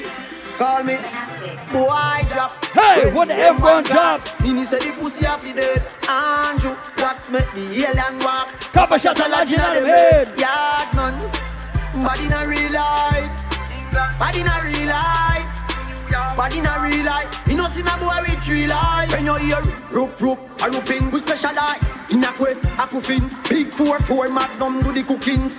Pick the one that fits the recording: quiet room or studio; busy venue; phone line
busy venue